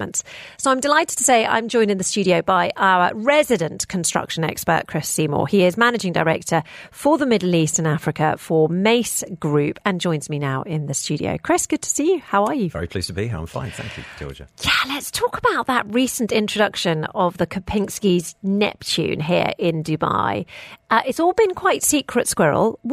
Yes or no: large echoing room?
no